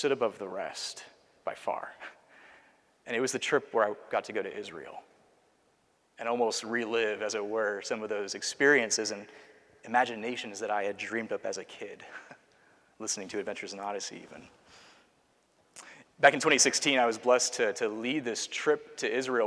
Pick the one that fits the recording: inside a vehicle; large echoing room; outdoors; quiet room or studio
large echoing room